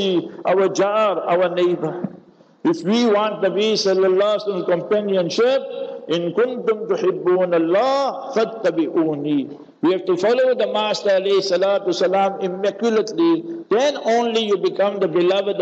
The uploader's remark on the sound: Local Jumah Lecture At Masjid Al Hilal